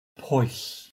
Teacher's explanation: his dialect has the first part of the diphthong as a short o sound rather than oo